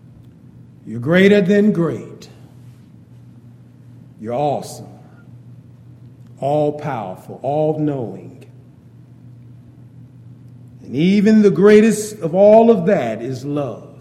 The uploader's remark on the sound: Wednesday Night Devo. Downtown Church Of Christ Audio Sermon.